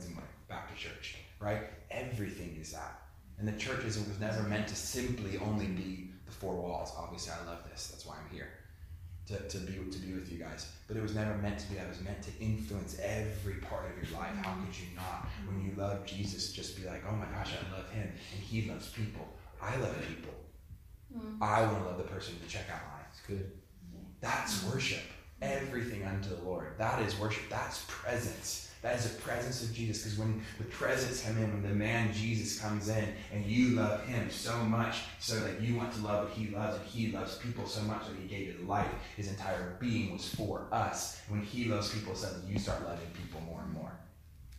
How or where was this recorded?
live audience